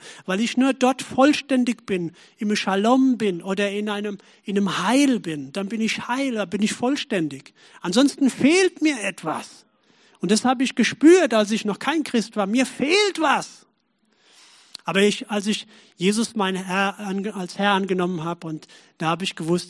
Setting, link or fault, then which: setting, large echoing room